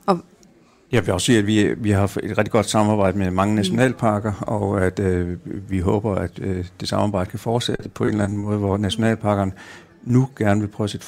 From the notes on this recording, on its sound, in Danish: Kraniebrud sender live fra Folkemødet, hvor vi har allieret os med forskere og en undervandsrobot.